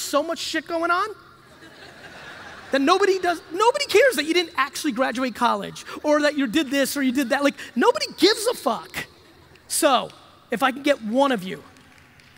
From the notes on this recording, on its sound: Keynote from 2019. This one is at a conference in Los Angeles in 2019.